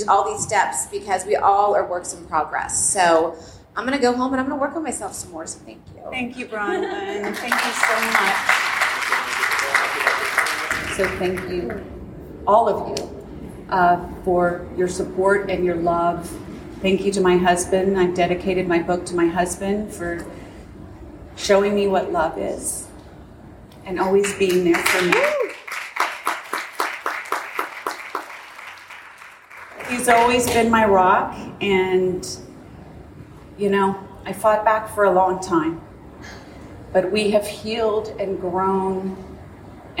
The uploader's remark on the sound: Chaos to Clarity Book Signing. She is joined on stage by two good friends.